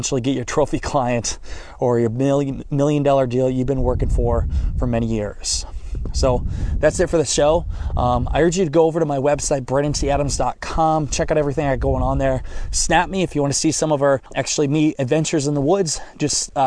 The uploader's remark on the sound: I am recording in the snow in the middle of the woods right now! During shotgun season.